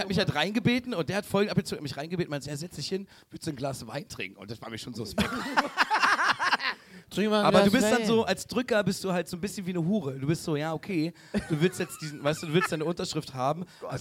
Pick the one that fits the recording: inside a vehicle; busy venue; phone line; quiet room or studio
busy venue